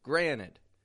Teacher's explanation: we make the T in the middle disappear with the word granted